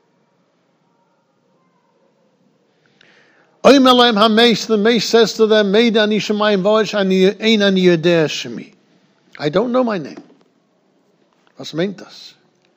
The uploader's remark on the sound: Shiur recorded in Yeshivas Ohr Reuven, Monsey, NY